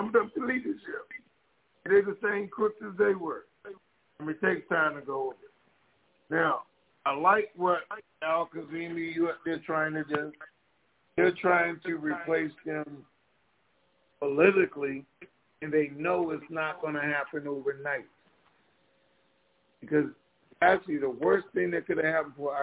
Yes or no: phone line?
yes